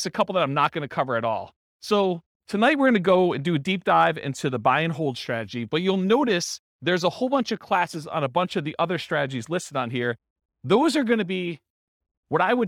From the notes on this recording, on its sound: This was a live class recorded